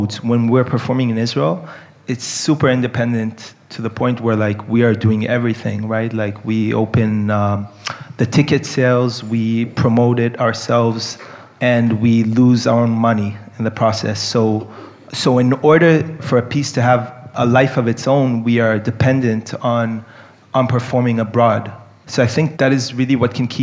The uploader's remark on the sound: DANCE in Israel 2022. Live at Suzanne Dellal Centre.